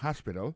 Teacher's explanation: Alors, accent tombe sur premier syllabe, il y a trois syllabes.